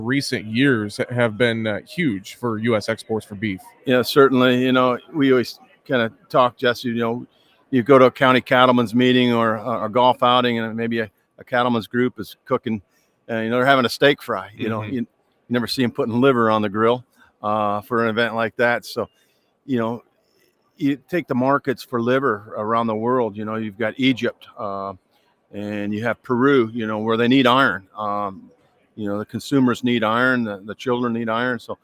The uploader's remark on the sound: reports live from the Cattle Industry Convention in Nashville